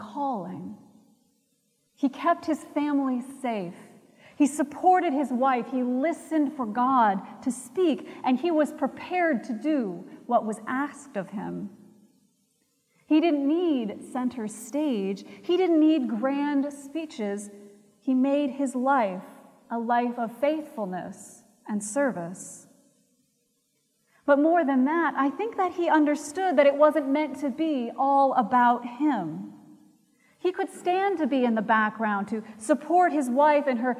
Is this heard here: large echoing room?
yes